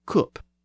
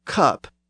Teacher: Northerners tend to pronounce the vowel the old way, as u, where most other English speakers use the newer uh.